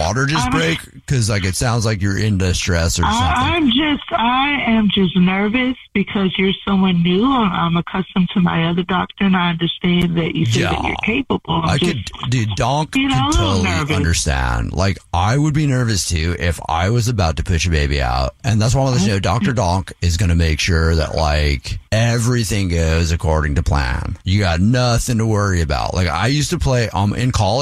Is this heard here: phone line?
yes